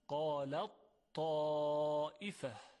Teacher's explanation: موقعی که ما حرف تی دو نقطه رو در تا ادغام میکنیم فقط صدای تا شنیده میشه، قالت طائفه، یعنی هیچ اثری از حرف ت دیگه باقی نیست. · Term: ادغام کامل